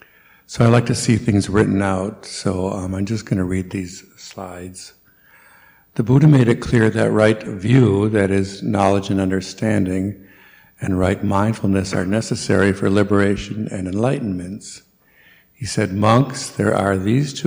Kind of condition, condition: setting, large echoing room